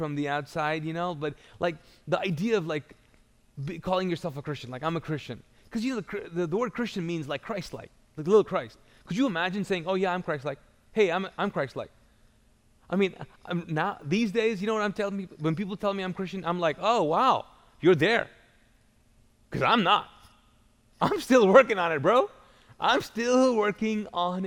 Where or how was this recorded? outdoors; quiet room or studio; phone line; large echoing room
large echoing room